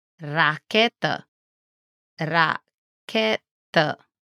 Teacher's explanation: the Romanian R is rolled, just like an Italian or Spanish.